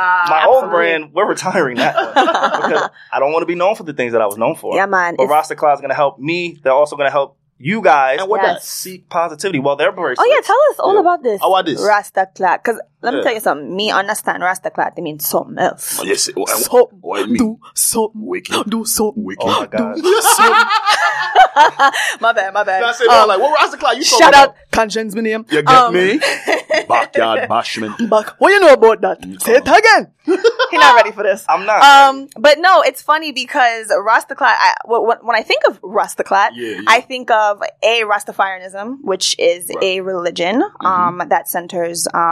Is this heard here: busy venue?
no